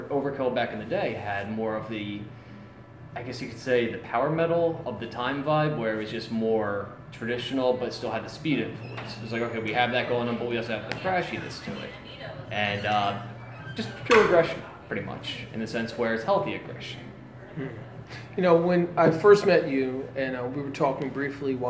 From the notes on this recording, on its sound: during a rehearsal session at Champs in Trenton NJ